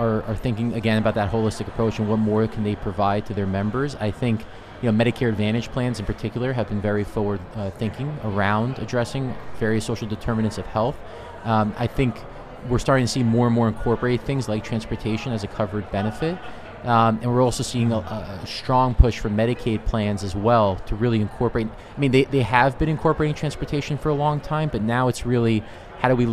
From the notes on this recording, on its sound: recorded at HLTH in Las Vegas